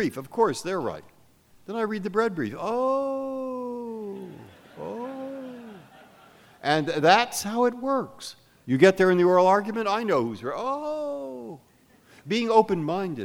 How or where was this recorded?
live audience